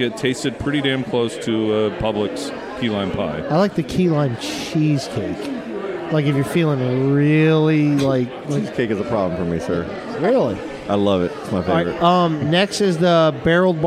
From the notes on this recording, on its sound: Podcasting at Playalinda Brewery